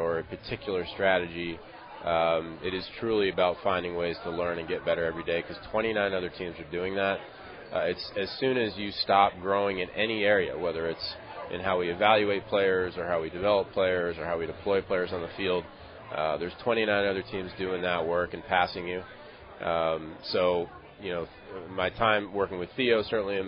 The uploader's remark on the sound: LIVE from PiratesFest Saturday morning at PNC Park